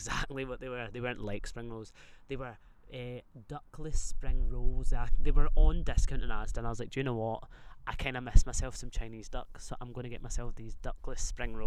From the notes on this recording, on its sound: We've moved outside, voice memos threw the first brick at pride.